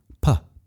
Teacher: should feel a puff of air, P, puff, coming onto your fingers